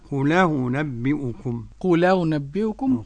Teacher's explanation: أنقل حركة الهمزة إلى الساكن قبلها وأحذف الهمزة · Term: النقل